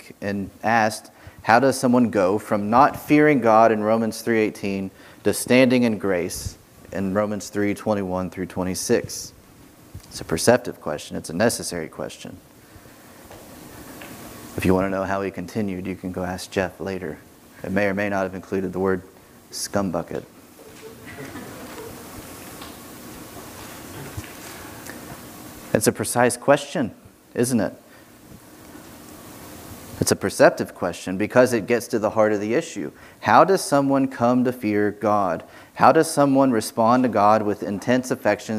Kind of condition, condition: setting, large echoing room